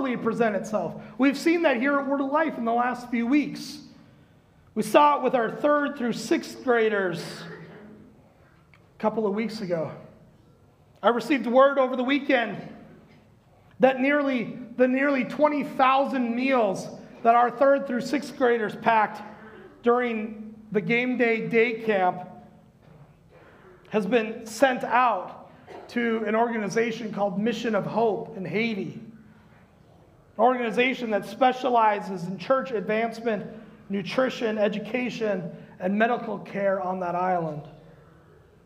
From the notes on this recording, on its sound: Recorded live at Word of Life Church in Le Sueur, Minnesota on September 5th, 2021